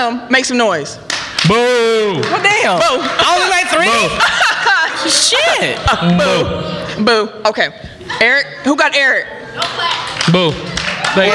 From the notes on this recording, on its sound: We had the honor to perform a live show at the first annual Milwaukee Podcast Festival (MPF), headlined by The Brilliant Idiots.